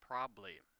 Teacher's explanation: One thing you'll note in the examples I have here is that we're talking about multisyllabic words. Typically, we just glance over or gloss over the middle syllable.